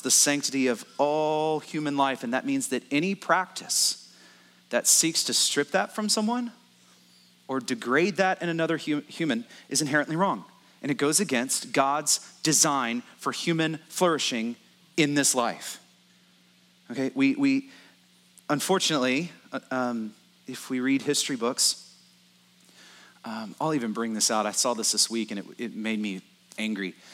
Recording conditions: large echoing room